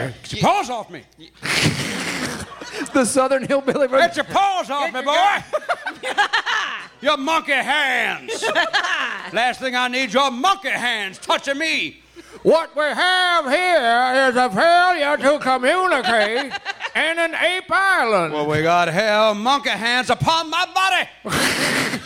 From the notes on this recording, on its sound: LIVE FROM PORTLAND! Helium comedy club in Portland, OR.